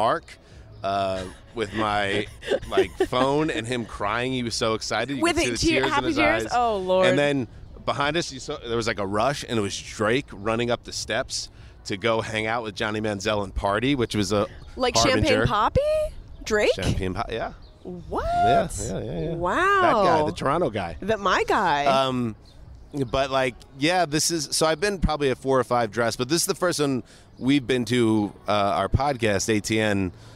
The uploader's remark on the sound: poolside at the Bellagio Hotel in Las Vegas